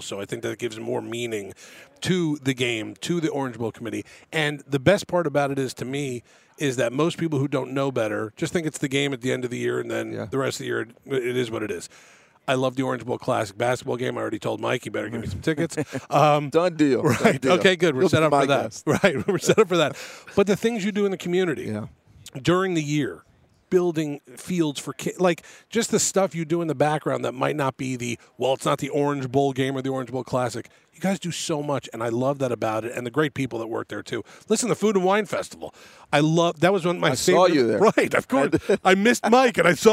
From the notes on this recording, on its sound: Live on …'s Korner from Lucas Oil Stadium. The Capital One Orange Bowl Media Tour presented by Duffy’s Sports Grill heads to Big 10 Media Days in Indianapolis.